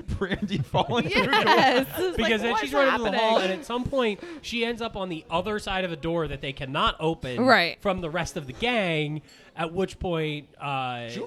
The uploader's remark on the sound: LIVE FROM MANATAWNY STILLWORKS ON EAST PASSYUNK AVE